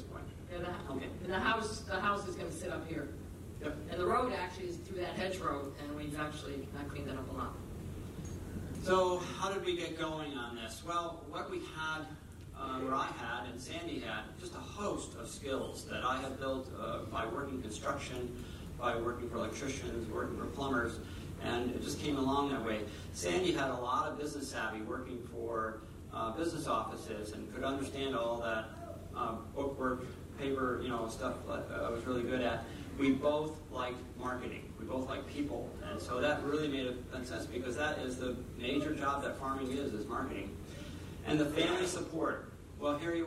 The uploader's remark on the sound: Keynote Address – MOFGA Farmer to Farmer Conference 2018. Keynote address recorded on November 5, 2018, Point Lookout, Northport, ME.